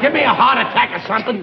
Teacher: There isn't an R to be heard. · Term: R-lessness